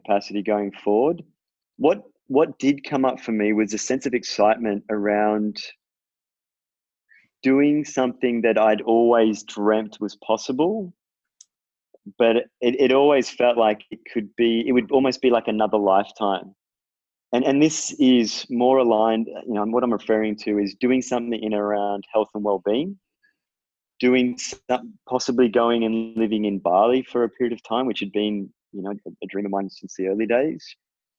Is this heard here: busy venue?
no